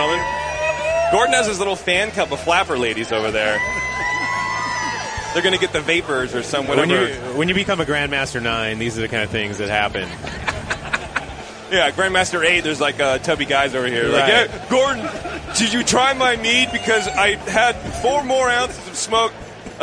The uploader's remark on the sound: Heads to Grand Rapids, MI for the National Homebrewers Conference and broadcasts live from Club Night.